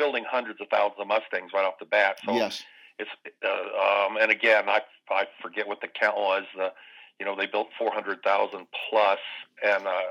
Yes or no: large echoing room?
no